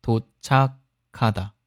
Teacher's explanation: 도착하다，也是有送气化音变，读도착하다，卡送气音啊